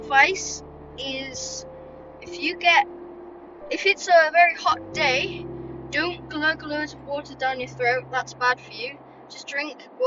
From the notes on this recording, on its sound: Sorry about the sound